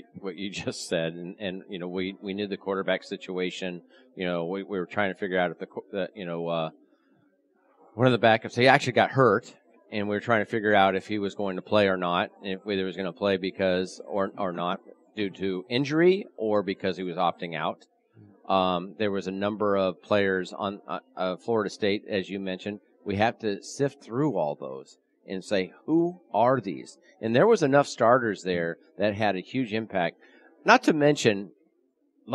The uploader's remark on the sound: Live from the Super Book at Westgate Las Vegas